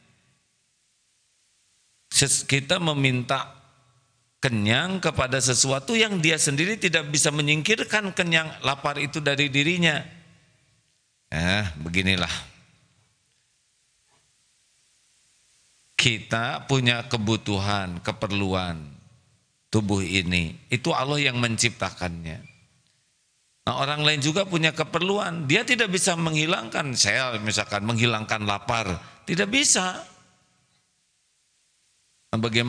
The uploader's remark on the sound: Live dari Masjid Daarut Tauhiid Bandung